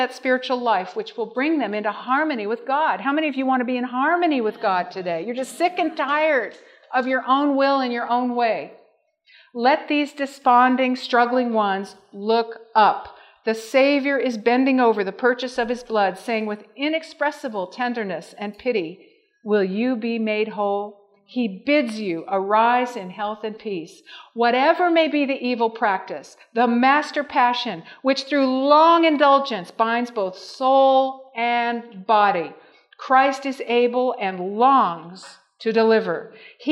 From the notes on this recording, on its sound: Welcome to the 2021 Michigan Conference Campmeeting.